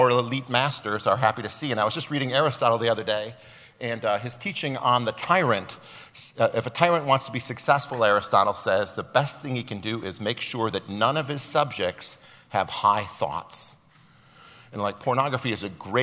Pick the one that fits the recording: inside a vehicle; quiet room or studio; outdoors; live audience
live audience